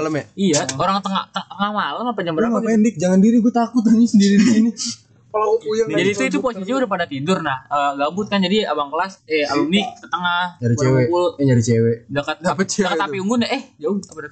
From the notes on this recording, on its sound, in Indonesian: Mic lupa dicolok, lagi.